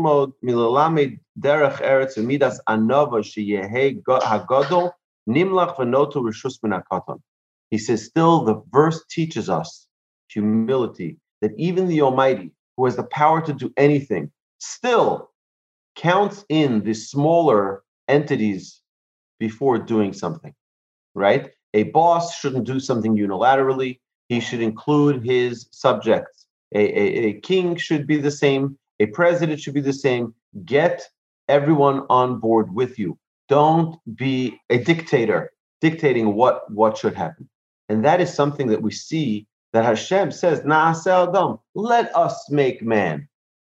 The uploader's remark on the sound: Recorded presentation to an online audience at Cong. Beth Yeshurun. In Houston, Texas.